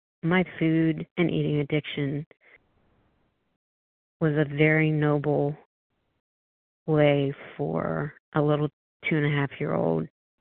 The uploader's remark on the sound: 100 Pounders Phone Meeting